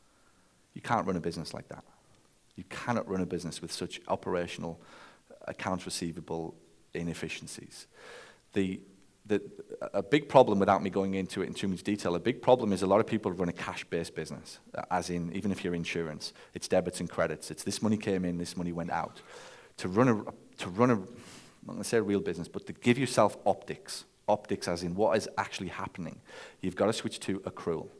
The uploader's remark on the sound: Live From The Stage. At my most recent Mastermind gathering in Nashville.